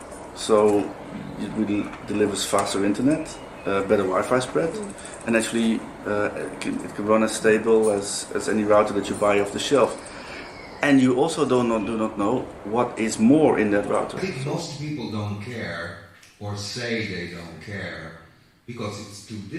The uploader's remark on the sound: Interviews made at various events. From the Off-the-Cloud space at Transmediale in Berlin to the workshop at the Live Performer Meeting in Amsterdam.